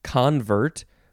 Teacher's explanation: this one is pronounced convert, with the first syllable being emphasized